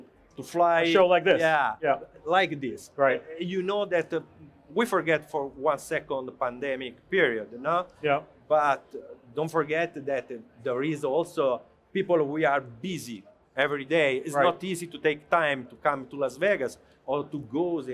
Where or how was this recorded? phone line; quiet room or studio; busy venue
busy venue